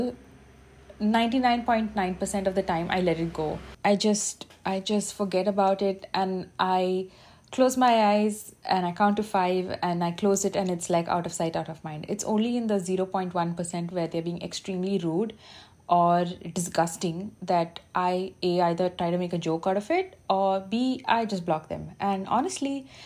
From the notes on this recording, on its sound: Turn my voice recorder on on my phone and just talk, raw & unfiltered.